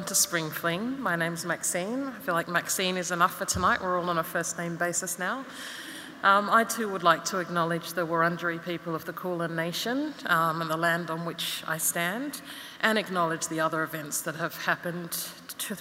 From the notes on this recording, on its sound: In this episode we revisit 2022's inaugural Opening Night gala event at Melbourne Town Hall. This event was recorded at Melbourne Town Hall on Wednesday 2 November 2022 as part of the Wheeler Centre’s Spring Fling Opening Night: Lightbulb Moments.